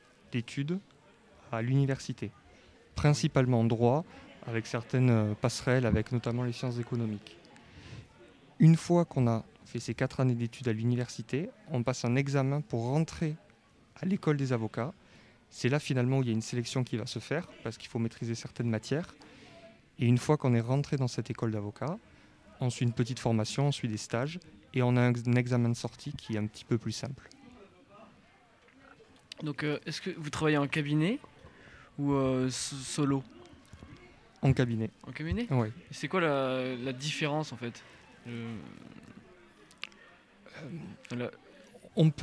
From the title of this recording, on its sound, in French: Live au Lycée Henri Matisse